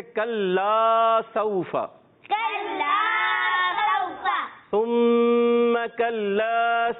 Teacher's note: کلا سوفا نہیں پڑھنا ہے بلکہ کھینچنا ہے ایک الف